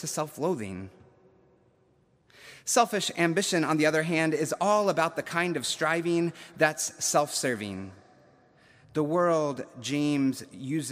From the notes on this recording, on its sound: September 19, 2021, at Duke University Chapel